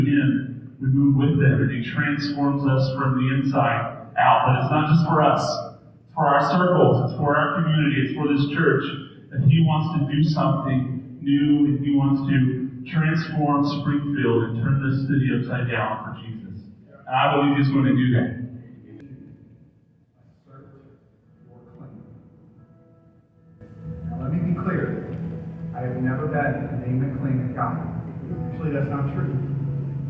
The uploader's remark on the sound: This is raw audio from a service today. Unedited. I wasn't planning to record it.